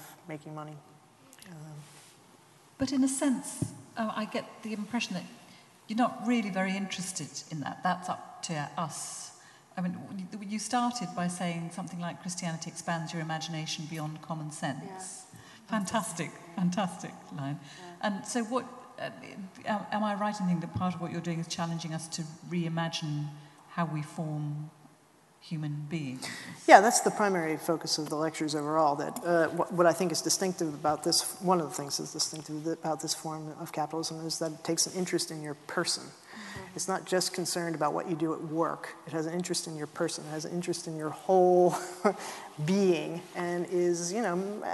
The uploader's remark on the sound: This GodPod was recorded as part of a lecture. At St Mellitus College.